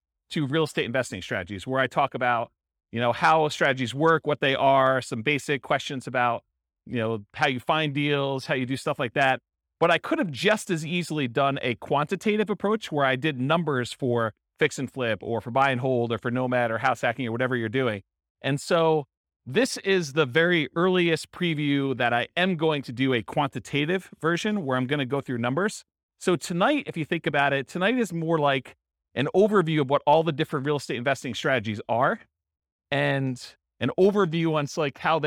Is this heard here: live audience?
yes